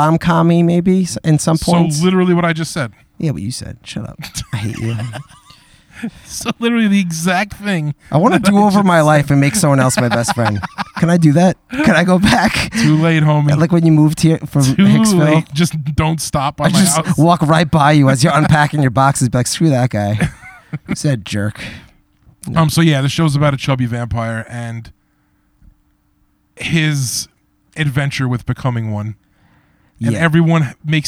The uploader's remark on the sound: On their first ever live backyard show.